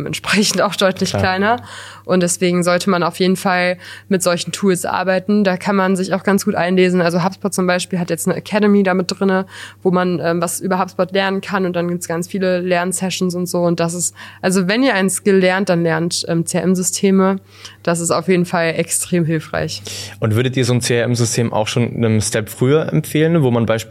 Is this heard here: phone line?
no